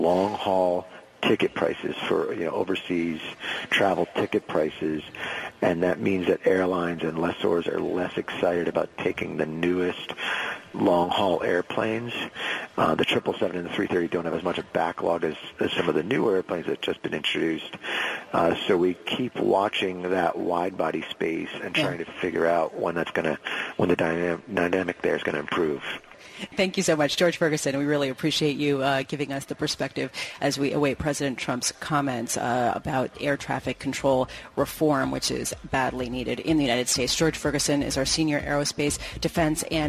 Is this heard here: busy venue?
yes